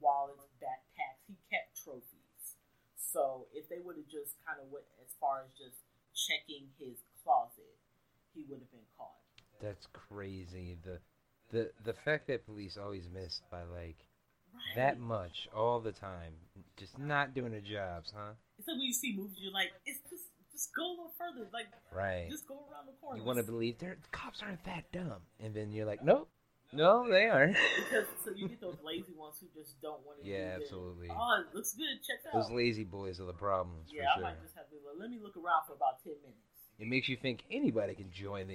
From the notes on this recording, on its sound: Apologies on the Episode Quality, and the Echo everyone, we had a plethora of technical difficulties during this one